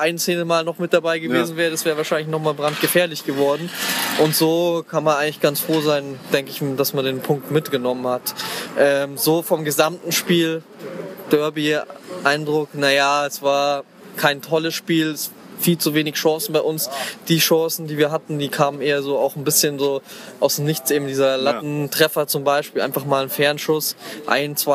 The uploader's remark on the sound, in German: Stadionfolge FC Bayern München Amateure - 1860 München II. Wir haben eine kleine Stadionfolge aufgenommen.